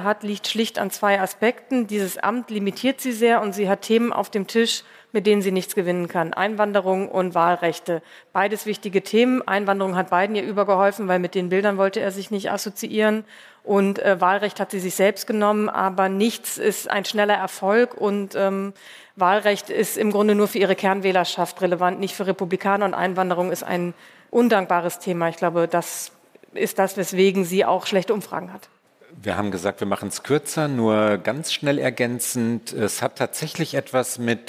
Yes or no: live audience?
yes